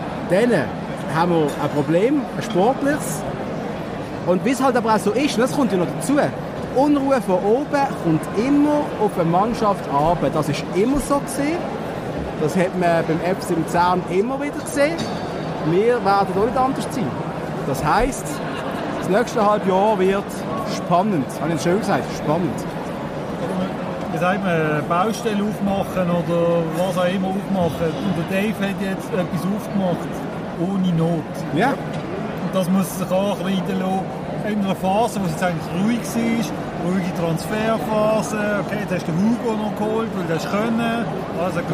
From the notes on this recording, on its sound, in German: Diese Folge wurde aufgenommen in der gut besuchten Markthalle in Basel. Und, smart wie wir sind, haben wir den wohl lautesten Tisch im Zentrum des Geschehens ausgesucht. Trotz der Geräuschkulisse.